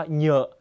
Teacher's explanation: เสียงจะขึ้นจมูกฉะนั้นเสียงนี้จะออกเสียงว่าเยอะ